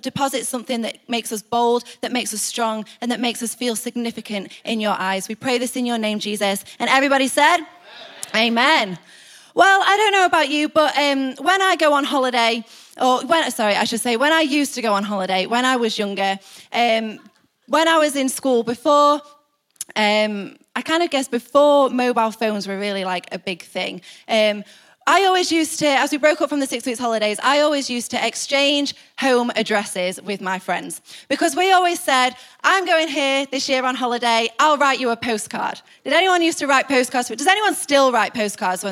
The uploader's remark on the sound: Recorded live at the Chesterfield Campus this is the message from the evening service on the 28th July 19.